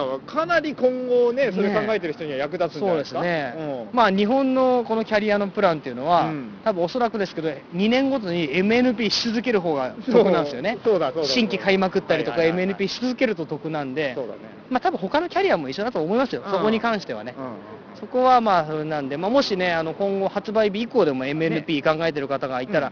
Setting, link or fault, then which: setting, outdoors